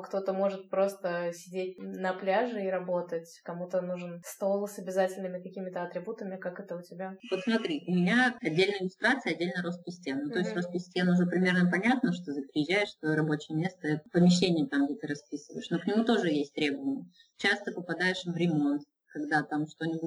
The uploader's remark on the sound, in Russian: качество записи немного отличается от обычного